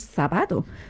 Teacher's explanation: También está el seseo, que todo es con S